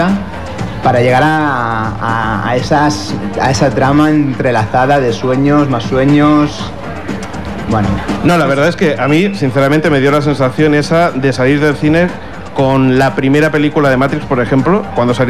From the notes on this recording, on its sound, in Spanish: En este caso se trata del podcast que realizamos de cara al público. Disculpar los problemas que pueda haber con el audio, pero es lo que tiene grabar en medio de la calle. También os adjuntamos un pequeño vídeo aprovechando que teníamos un streaming de 4 cámaras en el stand.